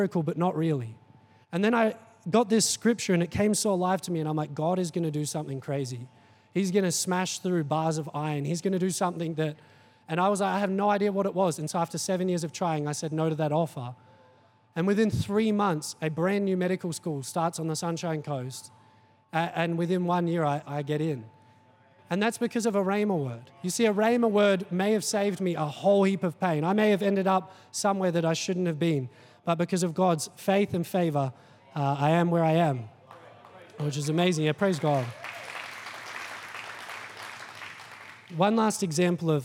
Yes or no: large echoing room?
yes